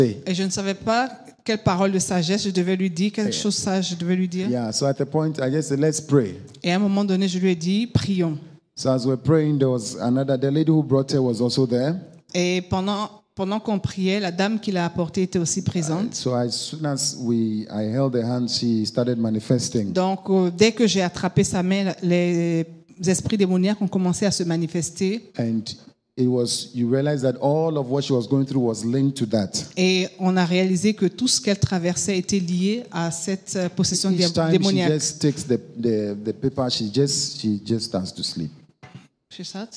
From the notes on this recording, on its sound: Preached during Joyful Hour Sunday Service Rabat